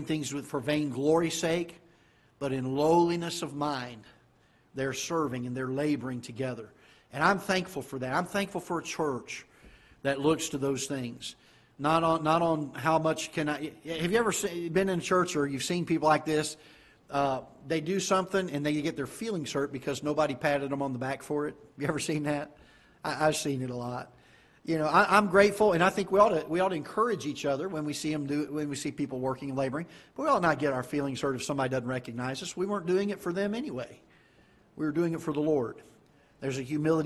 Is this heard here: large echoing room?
yes